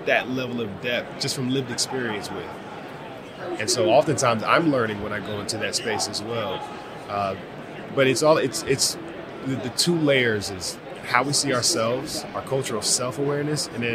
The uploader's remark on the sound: From Radio Row at the Super Bowl